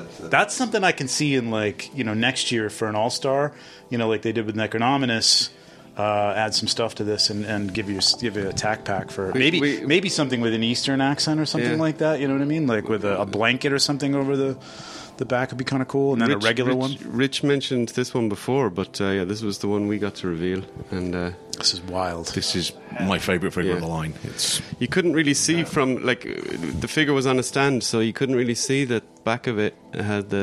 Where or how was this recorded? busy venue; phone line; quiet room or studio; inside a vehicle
busy venue